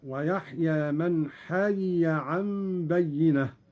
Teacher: قرأ قالون بفك الإدغام هكذا: ويحيى من حي عن بينة.